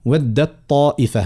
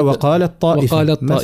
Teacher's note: هذوما التاء هي اللي أدغمناها في الطاء، لهنا لا إشكال خطر التاء حرف أضعف، فالطاء نجم ندخله فيها تاء من غير إشكال، يمشي يمشي الأثر بالكلية متاع تي، ما عادش فما تي تولي طا مشد.